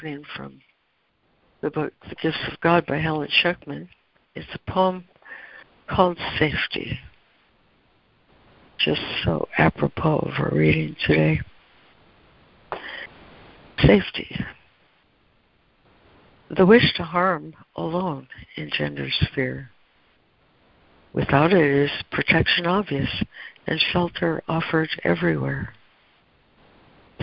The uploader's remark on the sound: ACIM Daily Conference Call